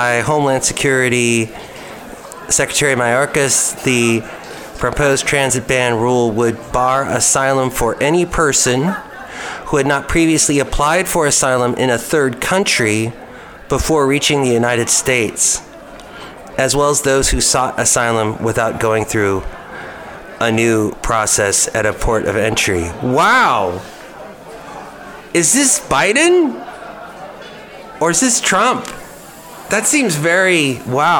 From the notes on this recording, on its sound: podcast live from Cafe Anyway